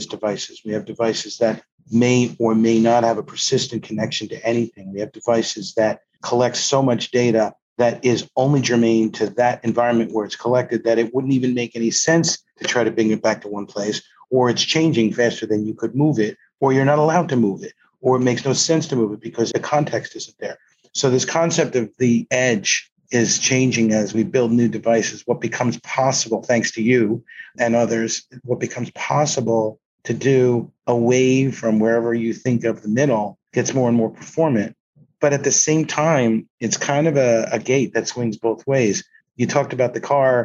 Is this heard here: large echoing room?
no